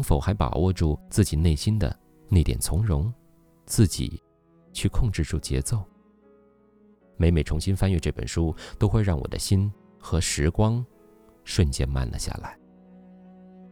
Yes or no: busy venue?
no